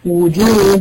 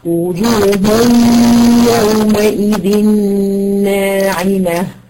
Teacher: مفيش تنوين دخل في الياء على طول · Term: الإدغام